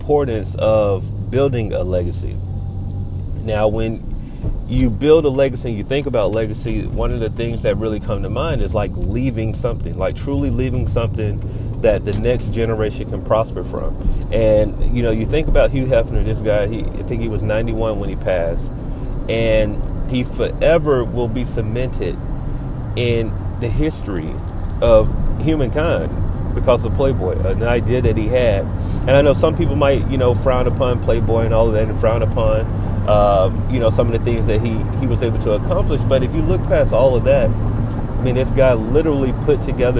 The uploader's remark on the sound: We recorded this one while sitting in rush hour traffic.